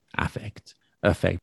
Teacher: It could be a schwa sound, often used for both.